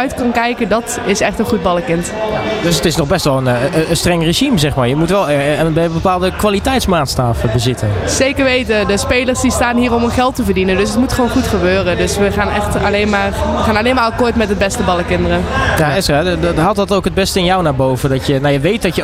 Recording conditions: busy venue